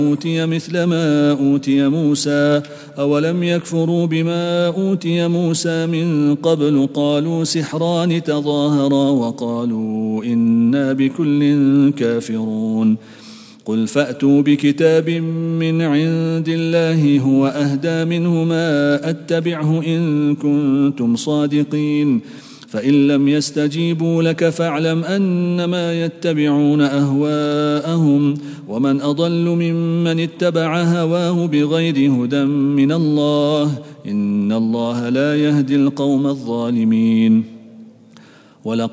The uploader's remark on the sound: at the Houghton Masjid (West Street)